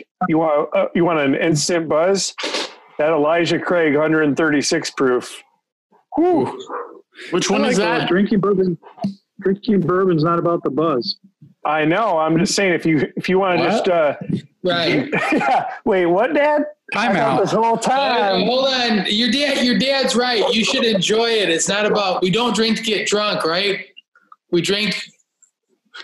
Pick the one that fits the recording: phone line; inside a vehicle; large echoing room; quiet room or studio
phone line